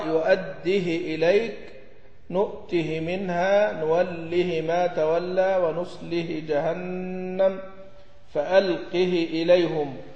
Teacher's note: بتحريك الهاء بكسرة مختلسة